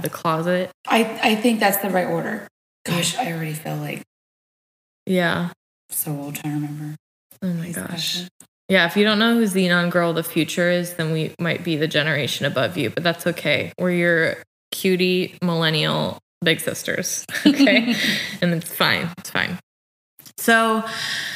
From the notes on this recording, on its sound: The first 10 minutes of the audio is echo-ey/rough.